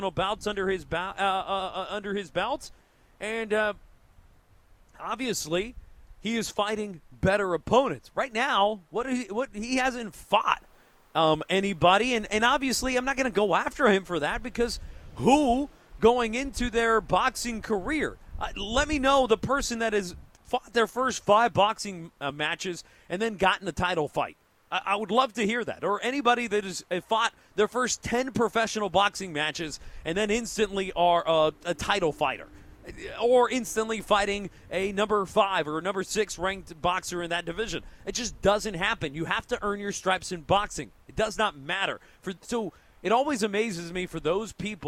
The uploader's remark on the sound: Live at Meat Market. Two hours of live on location show.